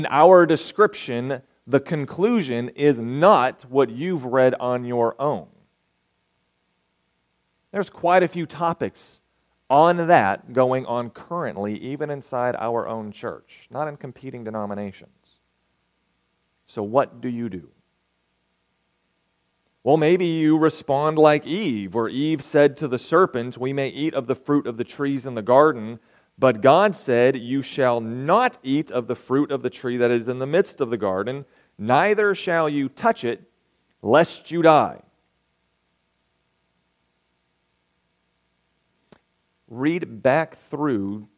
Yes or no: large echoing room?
yes